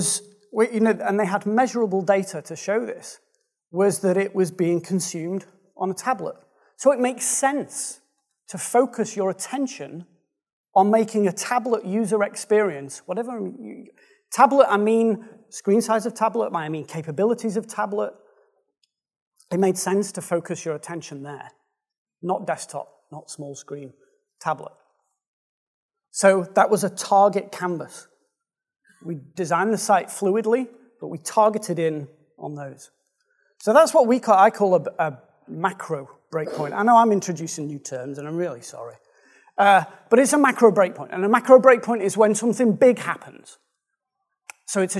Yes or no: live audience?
yes